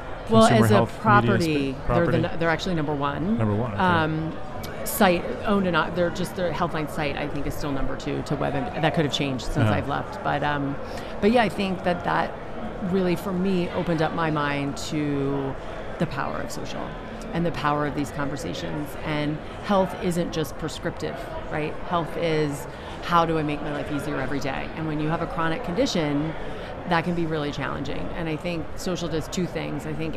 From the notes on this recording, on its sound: In this mini episode of the podcast recorded at HLTH in Las Vegas.